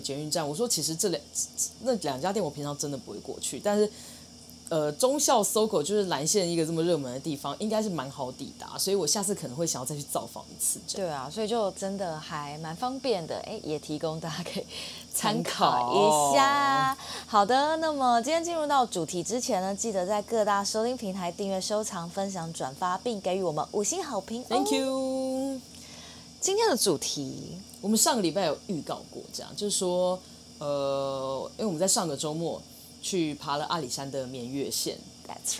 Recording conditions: sounds in the background